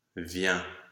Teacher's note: E nasal, based on the open epsilon E.